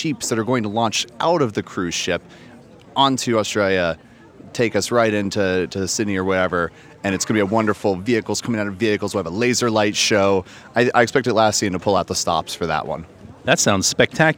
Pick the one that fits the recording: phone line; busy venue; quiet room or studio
busy venue